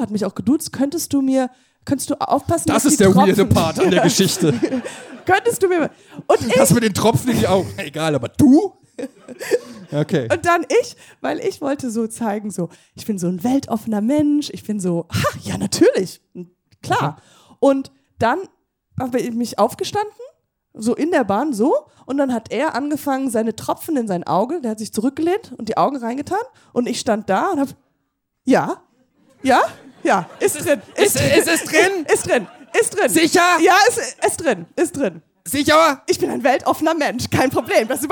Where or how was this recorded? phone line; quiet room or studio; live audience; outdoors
live audience